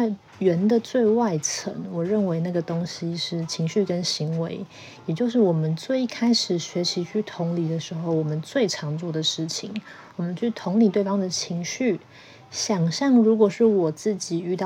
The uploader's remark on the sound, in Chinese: 很多受迫性的背景雜音，我盡力了，請大家見諒。